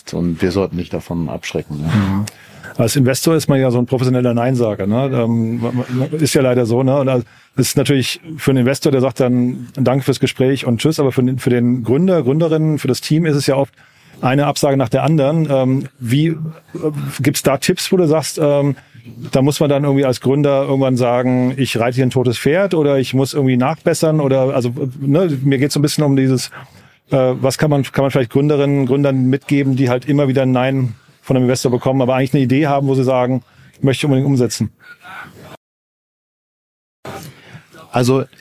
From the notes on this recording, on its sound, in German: Das Team von Startup Insider war gestern auf dem Square Summit in Berlin und hat vor Ort eine spannende Live-Aufnahme durchgeführt.